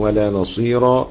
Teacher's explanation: الأزرق من طريق ورش بالترقيق الراء